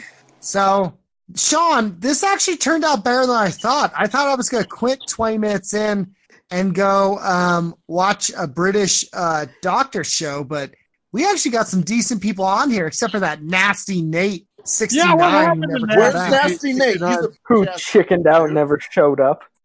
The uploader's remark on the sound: Call in show.